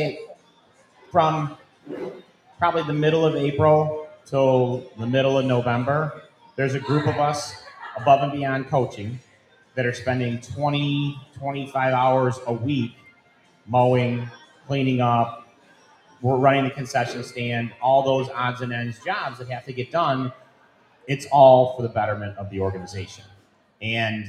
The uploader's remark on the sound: Happened ONSITE at The Wildcat Sports Pub. Happened ONSITE at The Wildcat Sports Pub. On-location on 3680 Milton Ave, Camillus, NY.